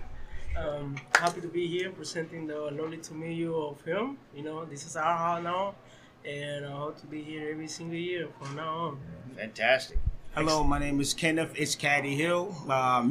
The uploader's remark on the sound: Sunscreen Film Festival 2023. Part 2 of episode 95 continues at the Sunscreen Film Festival!